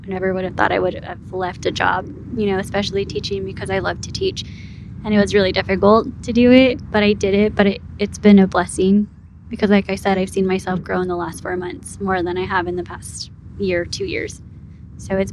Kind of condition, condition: fault, wind noise